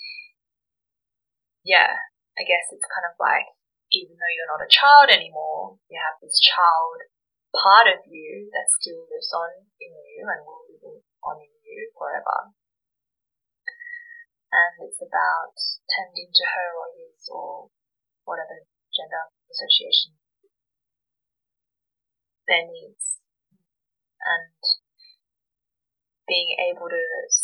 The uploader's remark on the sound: Please excuse the audio quality while I try to navigate the world of audio editing ...